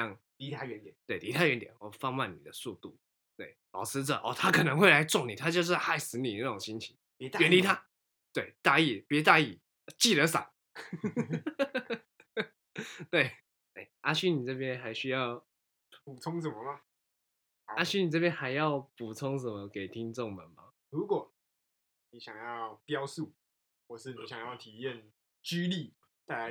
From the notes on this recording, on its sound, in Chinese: 這集收音有些問題，敬請大家見諒